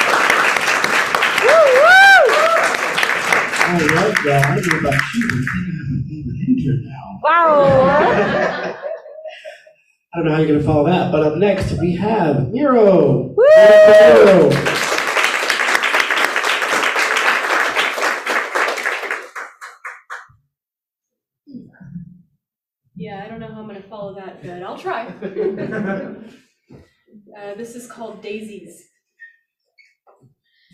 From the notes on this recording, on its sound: Brooklyn Poets Yawp open mic